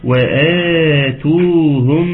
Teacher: عاوزين ناخد بالنا كويس جدا، اولا وآتوهم المد البدل، في مد ألف بعد الهمزة ويجب القراءة وآتو، والمدين يكونوا متساويين، المد بالألف والمد بالواو